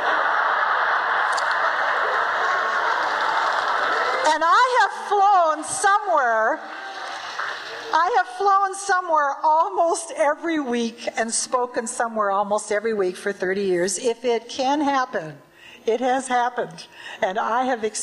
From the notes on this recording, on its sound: Recording of a Toastmasters International Convention keynote address from Atlanta.